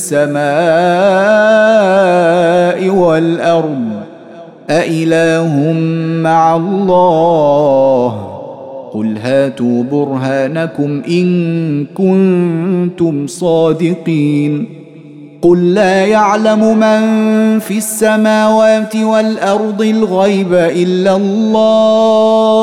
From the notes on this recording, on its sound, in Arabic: مسجل من صلاة التراويح بمسجد السلام بحي مشرفة بجدة.